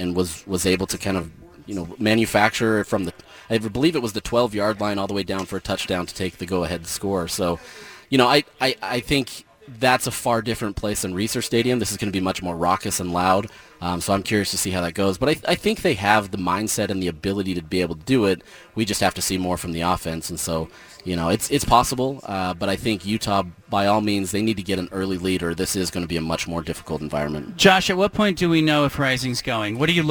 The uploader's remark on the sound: broadcasts live from Reser Stadium